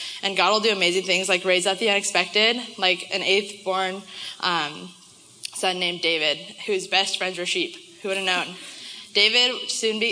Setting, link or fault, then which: setting, live audience